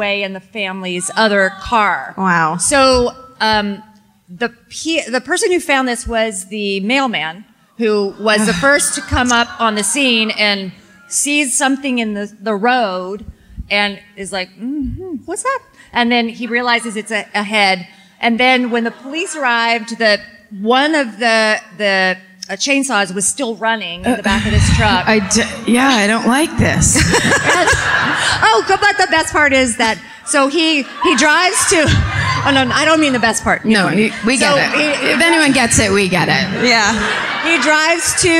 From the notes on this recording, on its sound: Live at My Favorite Weekend in Santa Barbara. Recorded live at the Arlington Theatre.